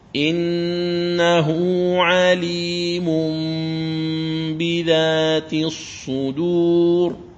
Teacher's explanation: إذن فالميم، الميم تقرأ مضمومة، ثم نون التنوين نقلبها ميما أيضا، وهذه الميم تكون خالصة ولكنها مخفاة بغنة · Term: القلب